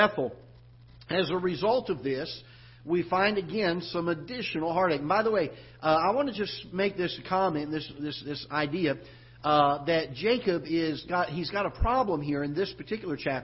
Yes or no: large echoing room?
yes